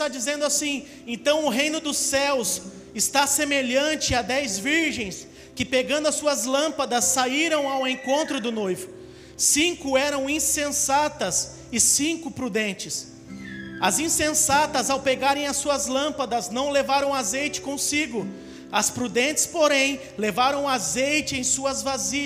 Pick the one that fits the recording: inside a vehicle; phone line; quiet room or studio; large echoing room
large echoing room